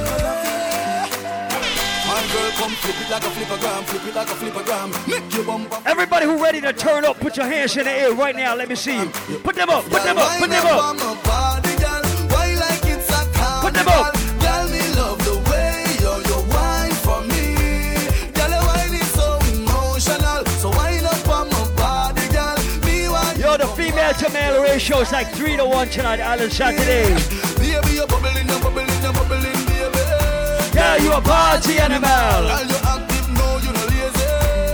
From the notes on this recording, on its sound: LIVE AT ISLAND SATURDAYS ON FEB 24. LIVE AUDIO.